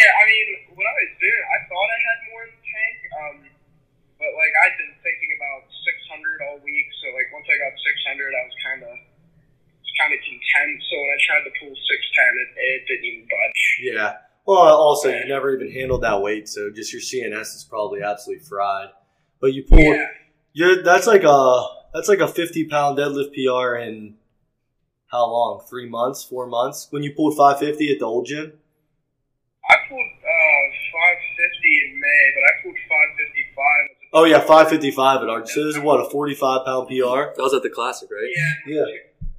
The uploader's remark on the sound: This weeks episode starts off hot with a phone call